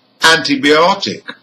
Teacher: The primary stress is on ot. That's second from the end because it ends in IC. The secondary stress is again on the prefix. · That's second from the end because it ends in IC. The secondary stress is again on the prefix. And this time the prefix is an.